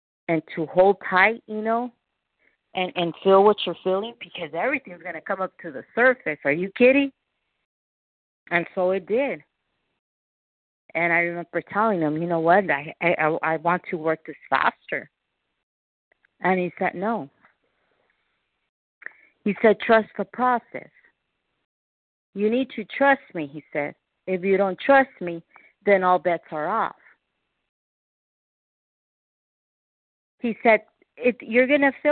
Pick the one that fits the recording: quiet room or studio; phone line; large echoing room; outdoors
phone line